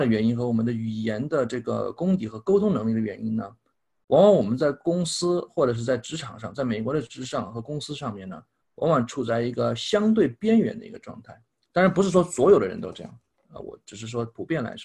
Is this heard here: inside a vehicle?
no